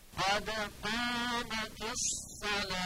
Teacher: در این ذکرم صاد رو باید درشت و پر بگیم